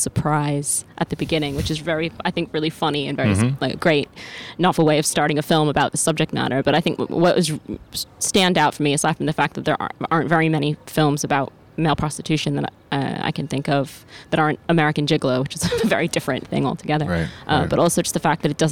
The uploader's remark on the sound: Cannes Day Five. Amidst the jubilance of a French wedding. On the top of the Palais.